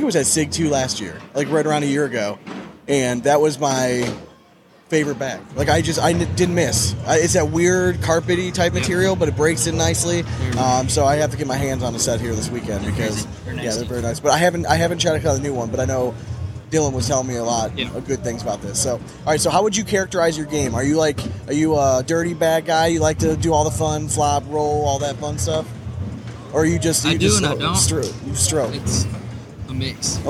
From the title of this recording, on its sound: Live from Sig 2!!